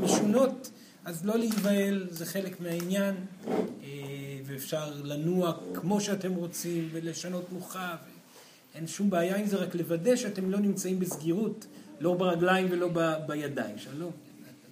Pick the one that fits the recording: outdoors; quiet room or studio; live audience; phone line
live audience